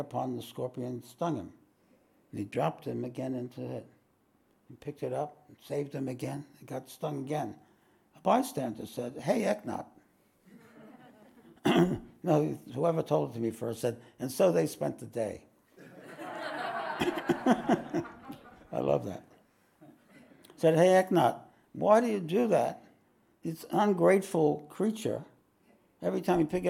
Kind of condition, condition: setting, live audience